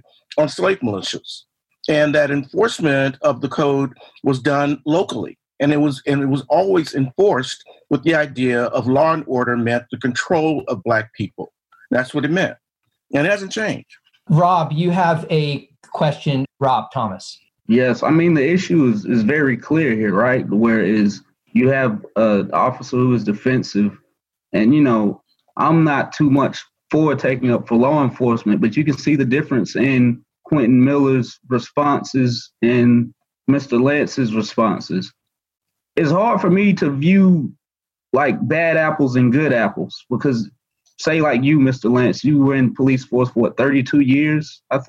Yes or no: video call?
yes